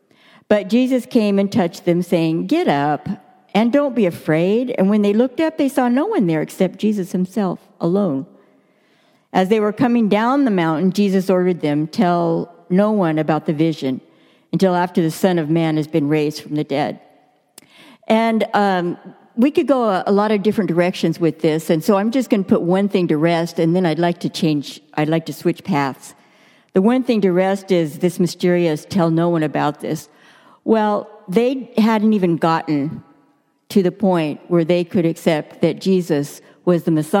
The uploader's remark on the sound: Delivered during the Contemporary Worship service.